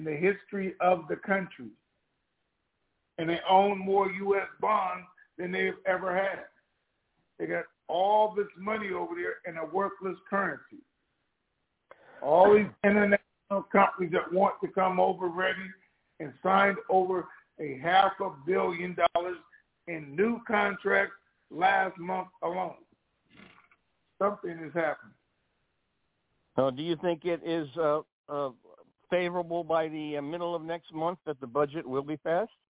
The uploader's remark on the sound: TNTSuperfantastic Conference Call